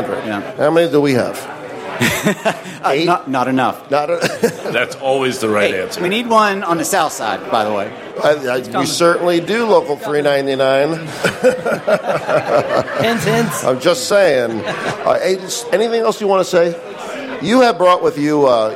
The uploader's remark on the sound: The Workers’ Mic live at Café Bionda. The first live show from Café Bionda in the South Loop in Chicago!